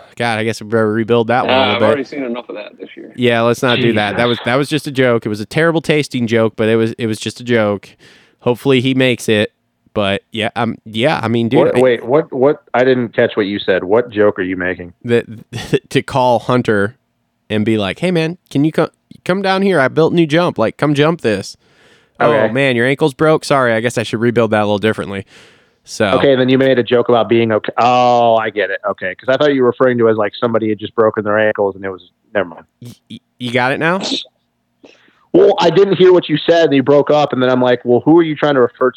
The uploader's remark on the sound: get on the phone